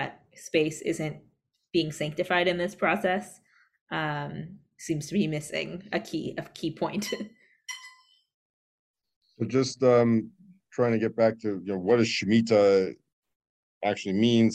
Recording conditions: video call